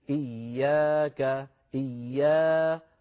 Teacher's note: خرجت الألف مرققة لأن قبلها ياء مرققة